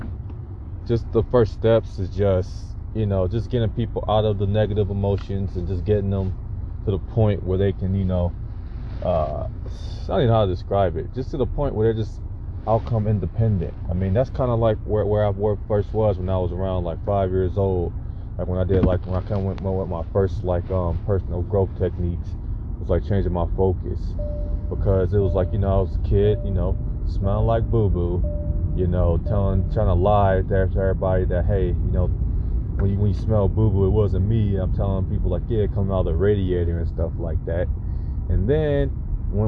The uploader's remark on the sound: I am up in the car working on the course.